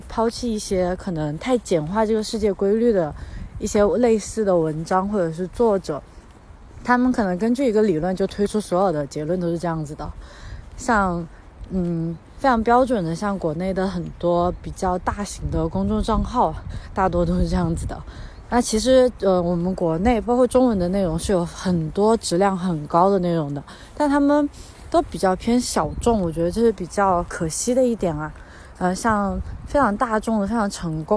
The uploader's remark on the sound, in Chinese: 在新冠肺炎刚刚出现时，是一边散步一边录制的。